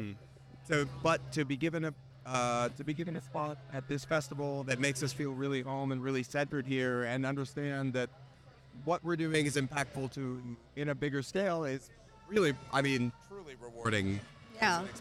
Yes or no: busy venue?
yes